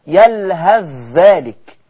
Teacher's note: يلهذ، ما أنا أضغمت خلاص الثاء، ما فيش هنا، مش هنطق ثاء، هنطق ذال بس · إدغام الثاء في الذال يطلق عليه بالإدغام اللثوي، لأن الثاء والذال من الحروف اللثوية